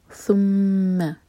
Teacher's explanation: زبان اوپر والے دانت پر ٹچ کرے گی اور ٹپ باہر ہوگی، اس کو سین بنانا غلط ہے